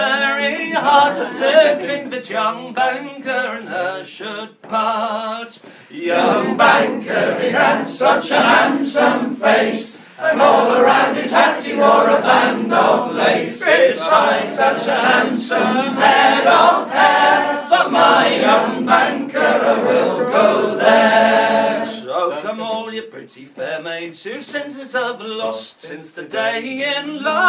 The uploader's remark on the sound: A bonus live track recorded last night at The Hive, Shrewsbury.